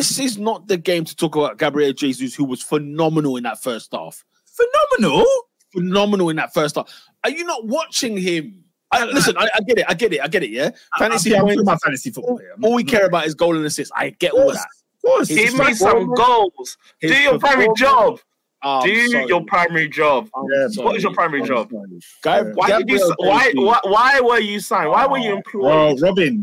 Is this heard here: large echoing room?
no